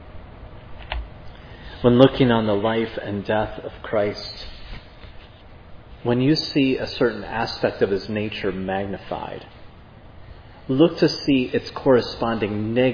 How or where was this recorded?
large echoing room